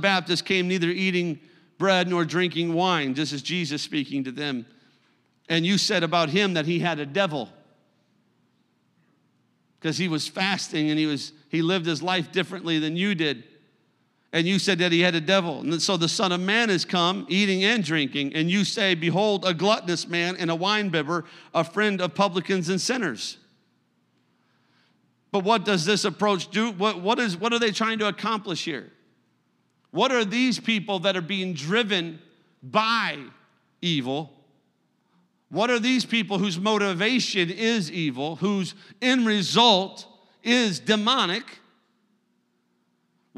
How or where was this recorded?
large echoing room